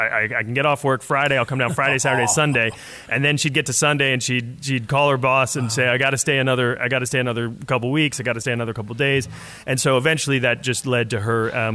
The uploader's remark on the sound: Live Interview During #EDOHXIX